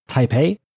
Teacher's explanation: Tai is second tone, rising, and bei is third tone, middle to falling.